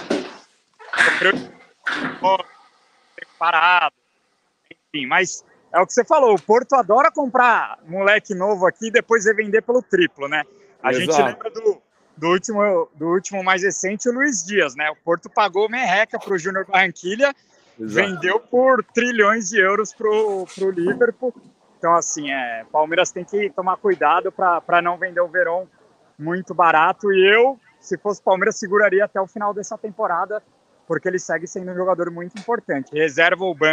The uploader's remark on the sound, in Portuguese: DIRETO DO ALLIANZ PARQUE!